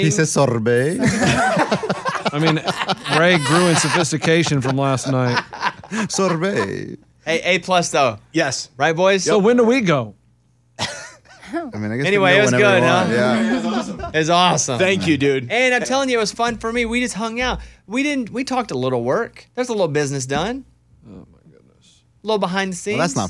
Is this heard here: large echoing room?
no